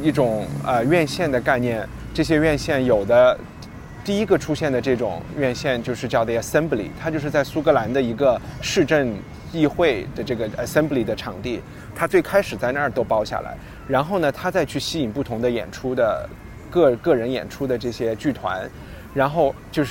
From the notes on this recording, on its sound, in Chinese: 是在爱丁堡市中心的 Princess Garden 露天录制的（环境音警告）。2017年Fringe现场录制特别节目。